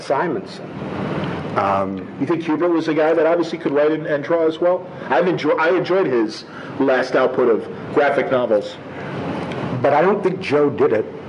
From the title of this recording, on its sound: Live From Cincy Comic-Con